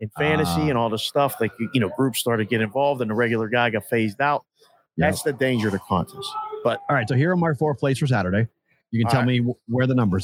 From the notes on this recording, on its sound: LIVE from Circa Sports in Downtown Las Vegas!